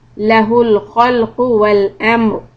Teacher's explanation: When you stop on ra with the sukoon, make it heavy because of the fatha preceding.